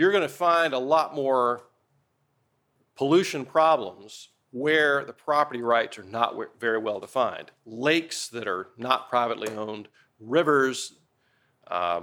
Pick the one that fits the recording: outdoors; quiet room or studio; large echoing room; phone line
large echoing room